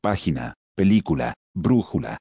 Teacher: Son aquellas cuya sílaba tónica es la antepenúltima y se tildan siempre. · Term: Palabras esdrújulas